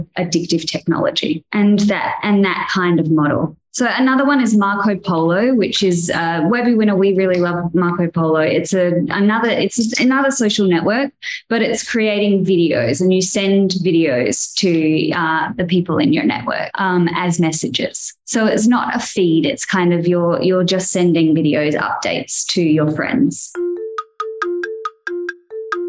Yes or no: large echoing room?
no